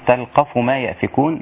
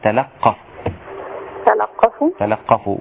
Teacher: تلقف قرأ شعبة بفتح اللام مع تشديد القاف · Shown in: second take